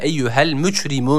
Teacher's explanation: Yani cim harfimiz burada Ç olarak okunabiliyor.